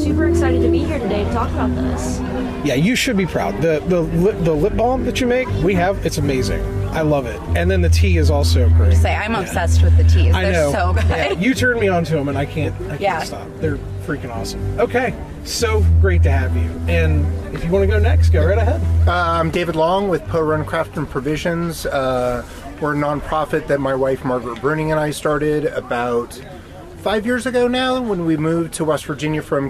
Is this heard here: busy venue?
yes